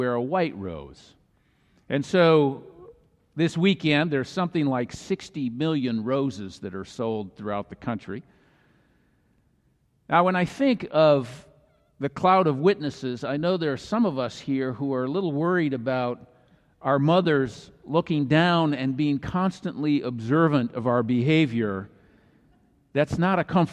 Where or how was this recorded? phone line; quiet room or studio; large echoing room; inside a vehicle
large echoing room